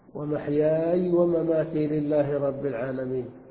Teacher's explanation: فسكن الياء والألف قبلها ساكنة · Term: التقاء الساكنين